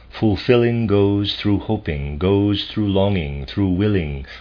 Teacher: In words like fulfilling and willing, both L's must be pronounced. You shouldn't put an H into the first L, but the two L's must be sounded one after the other.